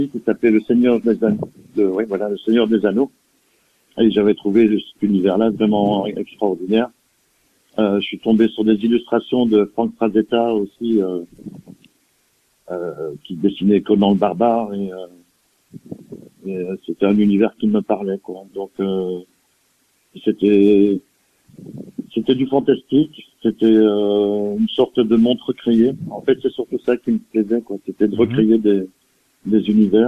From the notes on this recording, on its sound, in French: reçoit par téléphone